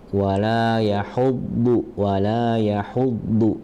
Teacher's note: Huruf do-nya dinaikkan lagi sedikit, isti'la.